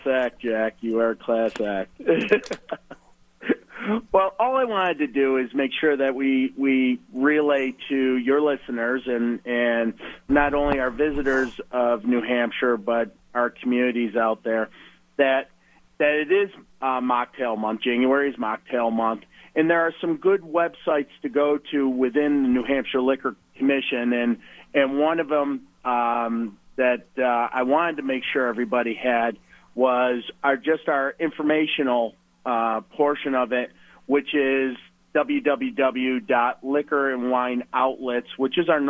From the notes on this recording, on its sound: all called